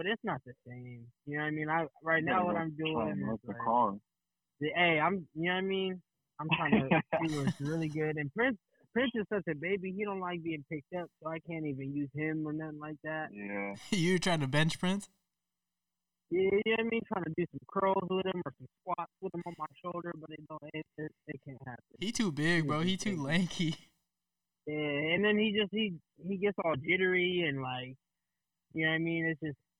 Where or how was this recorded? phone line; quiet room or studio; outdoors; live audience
phone line